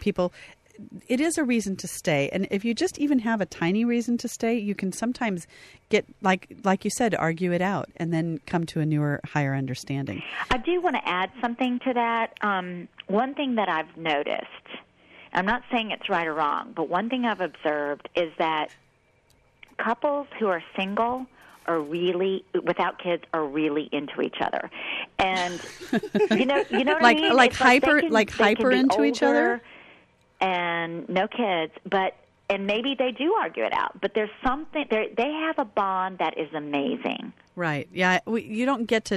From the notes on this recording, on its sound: call